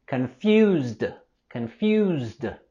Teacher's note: La S suena como Z, confuse, z. Y la terminación ED suena como D, D, en este caso.